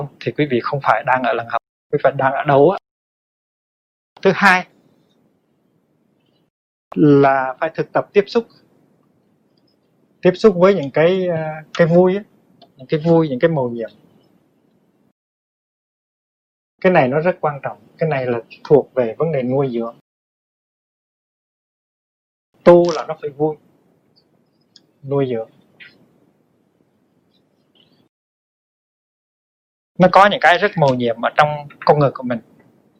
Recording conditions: poor sound quality